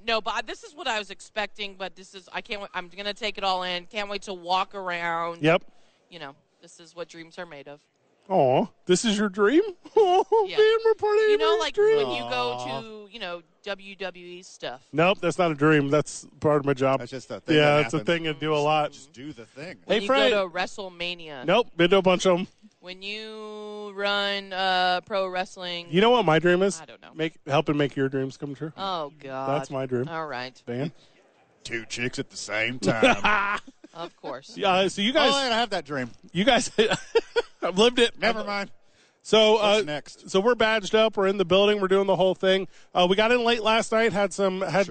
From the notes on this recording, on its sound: Radio Row Day 1 in Las Vegas. Live from Vegas on Radio Row.